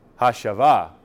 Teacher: the participle should actually be accented on the second syllable. Shava is the participle.